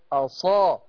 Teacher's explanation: الصاد مفخمة، ما فيش تقليل ولا حاجة هنا